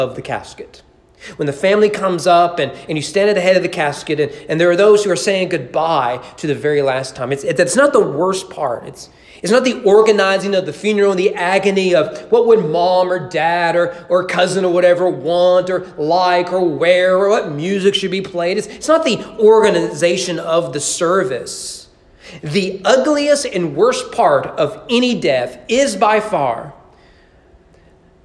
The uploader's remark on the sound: Sermon preached on February 7, 2020 during evening worship.